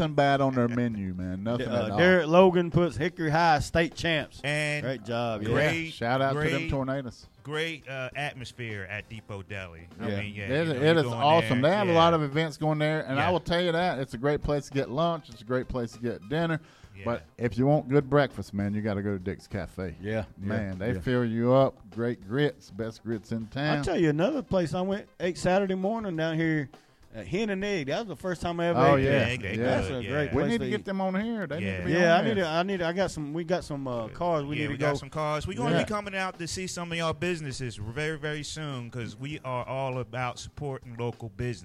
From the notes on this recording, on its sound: In a exclusive phone interview.